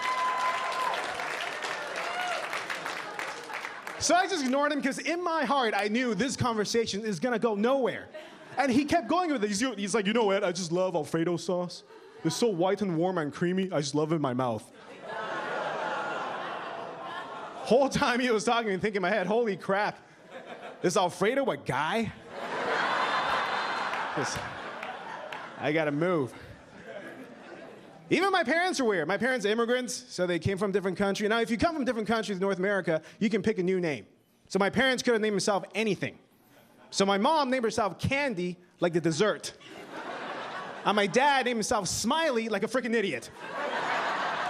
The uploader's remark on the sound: Gotham Comedy Live